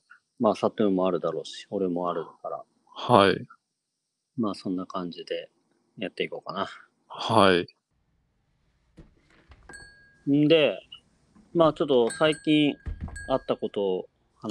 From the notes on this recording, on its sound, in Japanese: 2度目の収録失敗からの初のリモート収録。